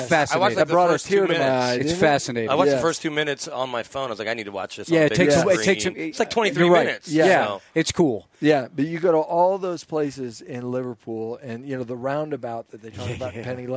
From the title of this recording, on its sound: live from Broncos Training Camp